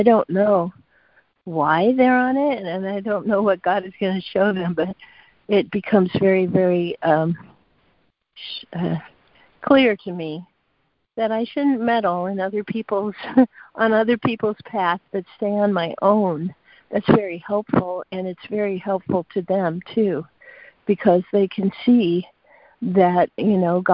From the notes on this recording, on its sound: ACIM Daily Conference Call